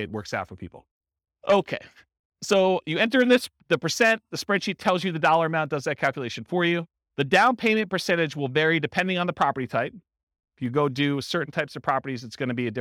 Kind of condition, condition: setting, live audience